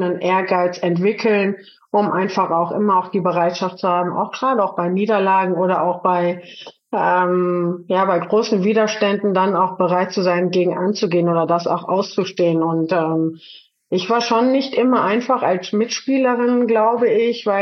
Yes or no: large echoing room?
no